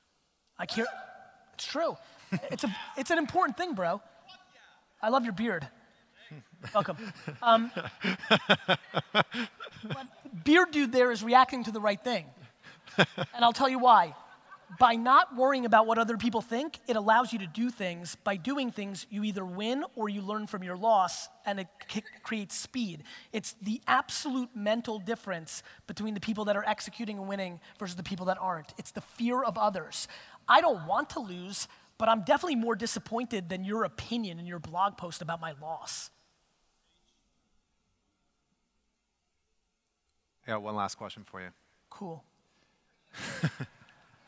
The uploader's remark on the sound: A Keynote: Real Talk Summit, Vancouver 2017